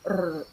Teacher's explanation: the double R is a trilled R sound, so rrr, so not like the regular English sound and not like Galilee single R as well.